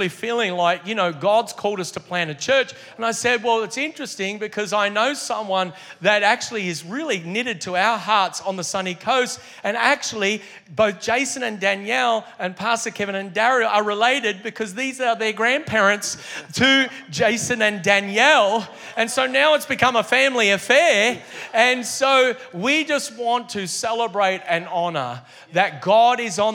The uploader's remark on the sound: Originally Recorded at Neuma Church Melbourne City the 11AM AEST on the 5th of February, 2023